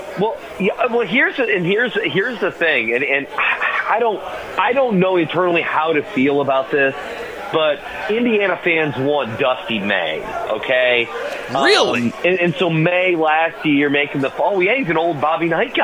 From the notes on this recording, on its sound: Broadcasting live from BW3s on Westport Road!